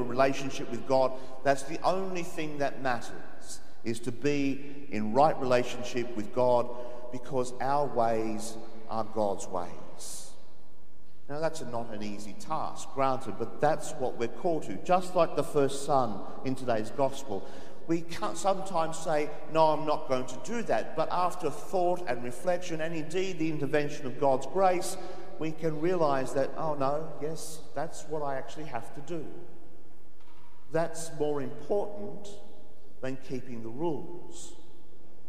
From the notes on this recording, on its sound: The homily from Sacred Heart Cathedral, Hamilton